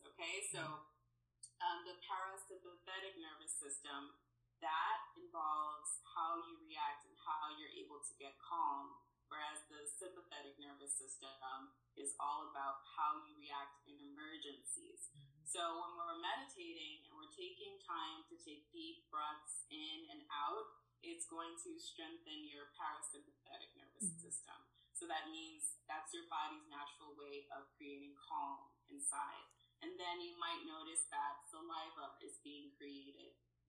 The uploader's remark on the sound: We apologize for the sound